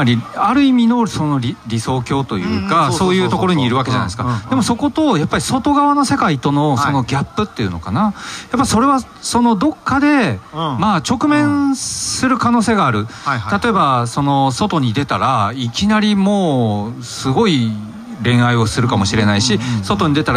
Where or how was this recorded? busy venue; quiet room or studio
busy venue